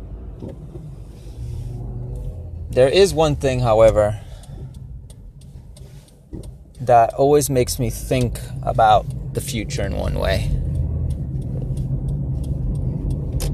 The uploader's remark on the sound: Strange thoughts while driving